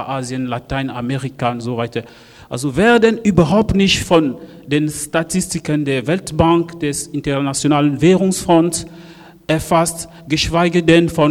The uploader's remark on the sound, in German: Podiumsdiskussion im Postcolonial Flagshipstore